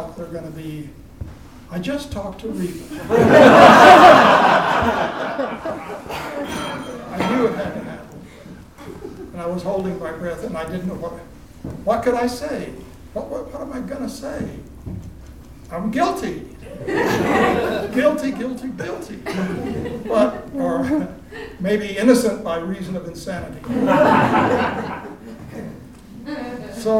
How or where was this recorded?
live audience